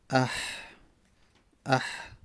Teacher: حالا وسط حلق یک مقداری کمی بالاتر مخرج حا و عین هستش، اح اح آ پایین تر، بعد حا اح ح و عین ع ا یک مقداری بالاتر اومد که وسط باشه.